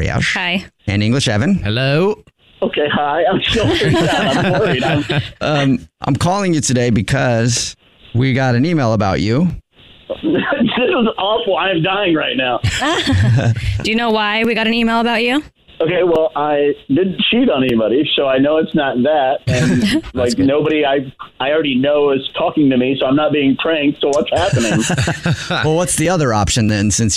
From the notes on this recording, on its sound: We get that other person on the phone